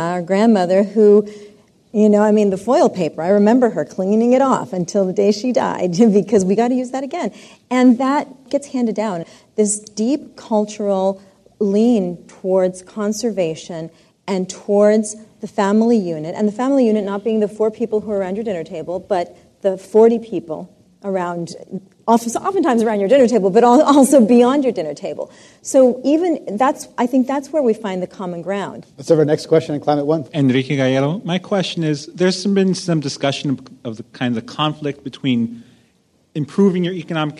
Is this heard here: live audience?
yes